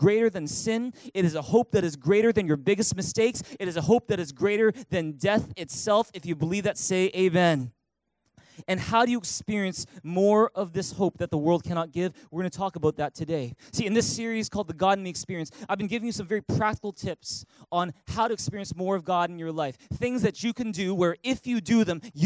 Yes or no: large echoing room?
yes